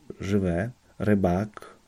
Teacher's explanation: W sylabie nieakcentowanej będzie brzmiało jako coś pomiędzy y oraz e.